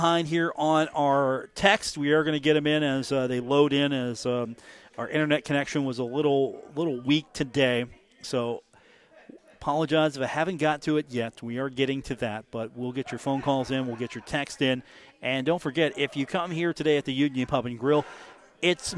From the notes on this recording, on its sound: on location at The Union Pub and Grill